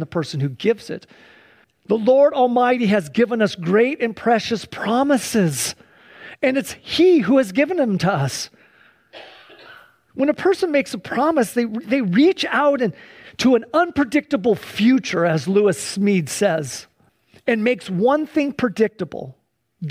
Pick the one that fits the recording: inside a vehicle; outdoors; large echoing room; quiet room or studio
large echoing room